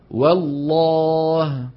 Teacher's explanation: ننطق واو مرققة ثم لام مفخمة والله. والخطأ والله هذا الخطأ عدم ضم الشفتين ضما تاما عند نطقها.